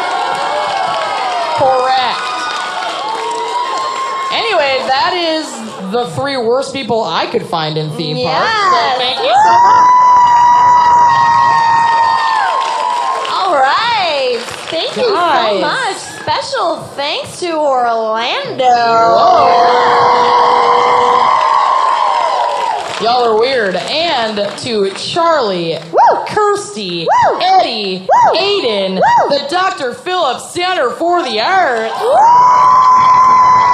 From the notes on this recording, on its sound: Orlando LIVE. Broadcast from their live show in Orlando.